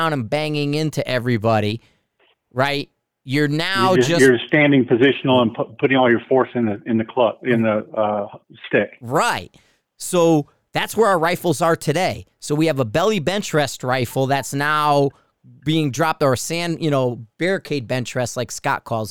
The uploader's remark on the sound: on the phone